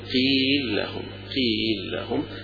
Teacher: هيدغم لام مفتوحة في اللام اللي تليها يبقى هيكتفي بلام واحدة فقط